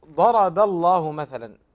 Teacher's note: الآن الضاد مفخم وكذا الراء مفخم، فمفخم المفخم ثم تلاه الباء، الباء هنا مرققة، لكن لما يعني ظهرت الباء كأن فيها شيء من تفخيم، يا ضرب ضرب.